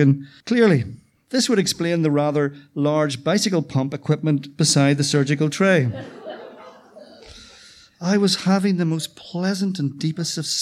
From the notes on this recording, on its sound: The November Black Box event was hale & hearty. Tenx9 is a live storytelling event where nine people have up to ten minutes each to tell a true story from their own life on a particular theme. It began in Belfast in 2011 in the Black Box.